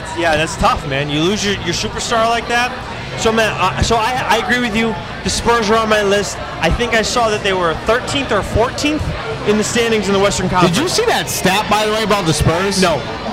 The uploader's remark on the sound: LIVE AT LORD HOBO BREWING